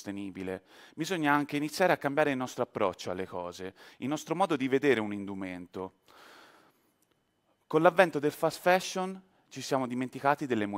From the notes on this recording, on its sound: TEDxFirenze. This talk was given at a TEDx event using the TED conference format but independently organized by a local community.